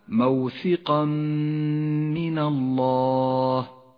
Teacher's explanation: ندغم التنوين بالميم فيسقط التنوين من اللفظ، ولذلك ميز بالرمادي في مصحف التجويد إشارة إلى عدم لفظه. · Term: الإدغام بغنة